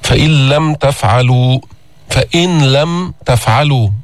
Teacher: فإذا لفظنا الحرف الثاني مشددا، النون دخلت في اللام، لم يبقى من صفة النون شيء · Term: الإدغام